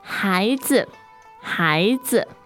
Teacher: so the 孩 is second tone. And the 子 is neutral tone.